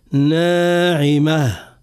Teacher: أيضا حرف النون في كلمة ناعمة، نا كما عرفنا سابقا حرف النون المتحرك بالفتح والممدود يجب أن نرقق صوته ترقيقا من غير مبالغة